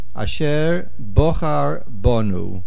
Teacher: We place the main accent of the word on the beis, bochar, the first syllable. · Term: nasoig achor